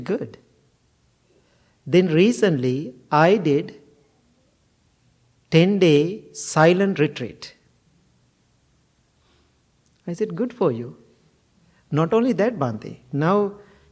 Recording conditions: large echoing room